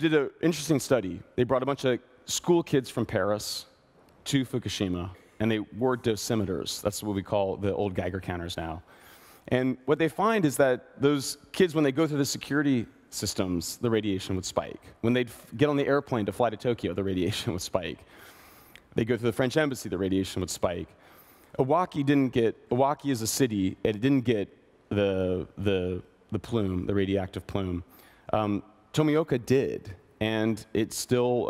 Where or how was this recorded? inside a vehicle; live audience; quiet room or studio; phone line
live audience